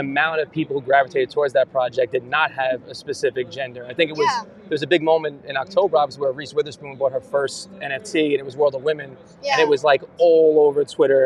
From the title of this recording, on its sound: Live From VeeCon